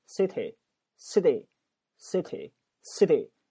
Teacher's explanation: T 夹在两个元音中间就变成 D